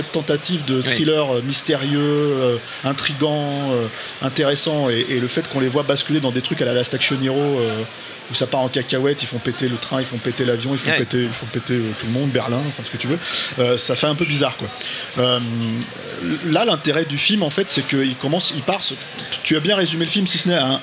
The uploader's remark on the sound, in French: Enregistré le 17 janvier 2018 à La REcyclerie (83 boulevard Ornano, Paris 18ème).